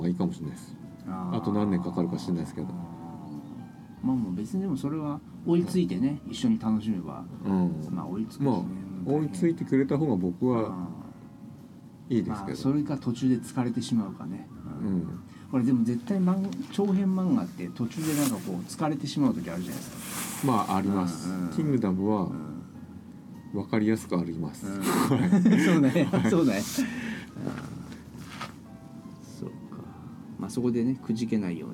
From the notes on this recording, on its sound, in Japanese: 収録時は金沢でキングダム展やってたんですが。今回も雑音多くてすみません。